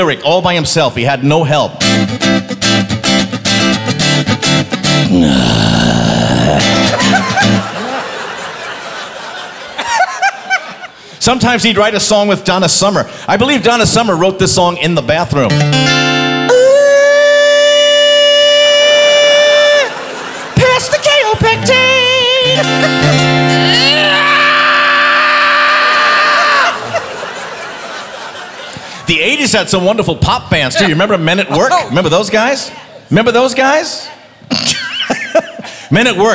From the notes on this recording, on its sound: Live at the SouthPoint Casino